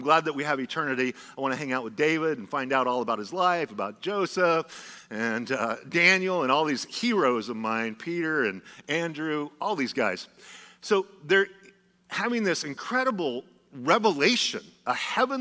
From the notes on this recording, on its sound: Was a sermon delivered as part of the Anchored Series at Godspeak Calvary Chapel in Newbury Park, California on March 5,2023.